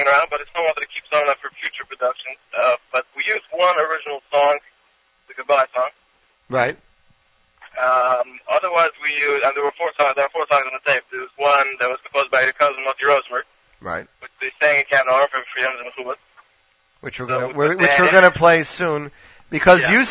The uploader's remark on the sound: On this edition of the Z Report LIVE. Phoned.